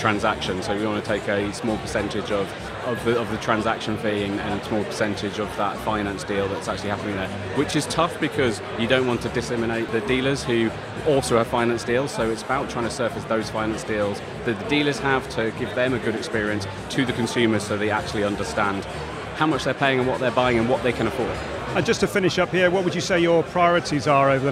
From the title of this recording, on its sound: Live from Fintech Talents Festival